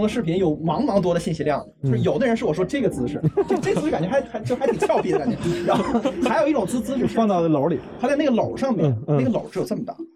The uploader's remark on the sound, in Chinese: 12月初，我去浙江参加了大内密探组织的声量out活动，当时被“声音占领一座岛”这个slogan吸引。因为是室外录音，所以整体的声音效果不是很好，最后的配乐并不是我配的，而是现场到了DJ开始的时间了。